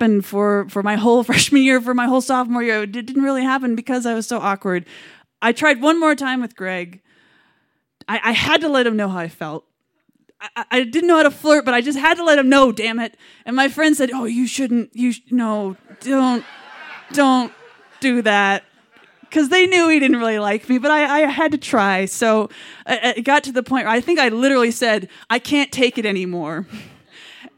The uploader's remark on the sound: Recorded live on 17 May 2017 at Buntport Theater in Denver, Colorado. The theme of the evening was "Fashion Victim."